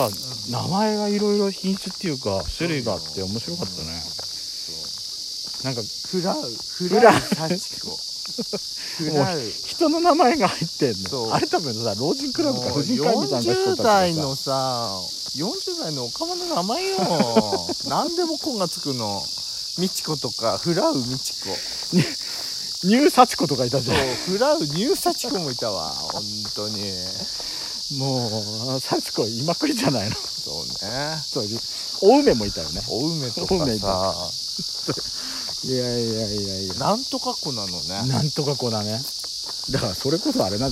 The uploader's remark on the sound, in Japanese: みちのくあじさい園で散策収録。カメラ撮影音が五月蝿くてすいません。